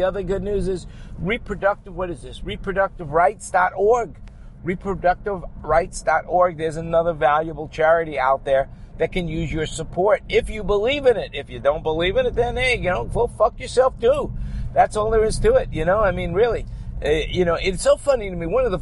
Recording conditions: inside a vehicle